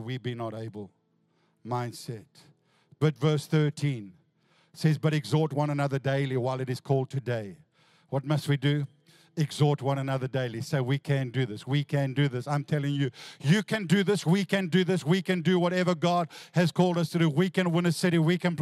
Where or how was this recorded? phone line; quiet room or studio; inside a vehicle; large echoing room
large echoing room